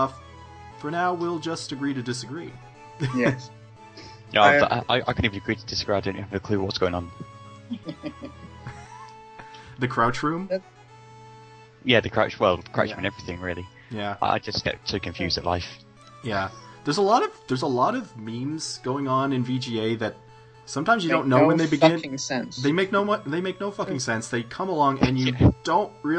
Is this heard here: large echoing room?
no